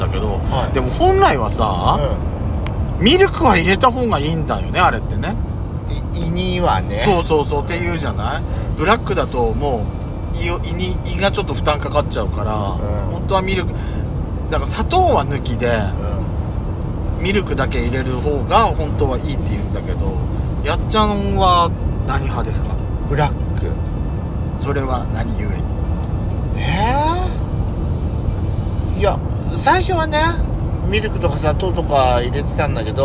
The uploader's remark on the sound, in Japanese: ドライブ収録 #ロードノイズごめんね